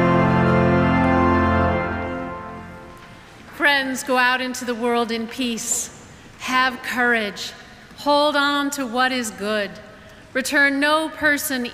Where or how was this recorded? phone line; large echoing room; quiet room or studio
large echoing room